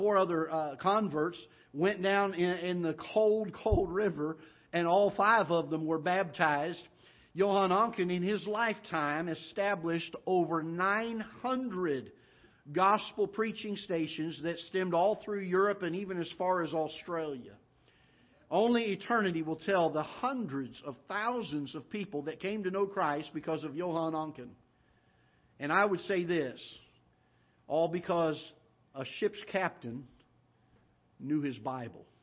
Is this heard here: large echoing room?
yes